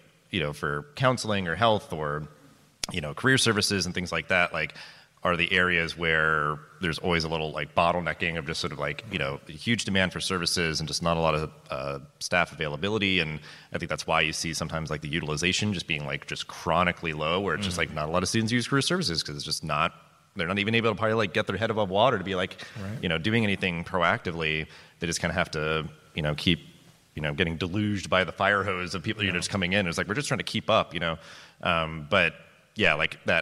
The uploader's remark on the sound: This special live episode of the podcast was recorded on stage at SXSW EDU 2023 in Austin, Texas.